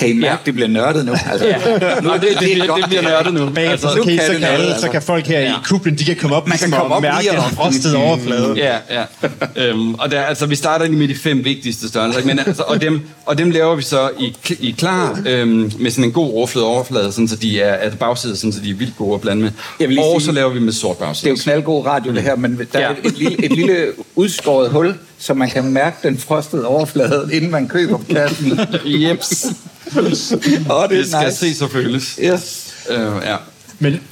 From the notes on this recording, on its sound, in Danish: Live fra Aarhus Festuge 2023. Inviteret til Aarhus af Podcaster.dk, som del af programmet på årets udgave af Aarhus Festuge.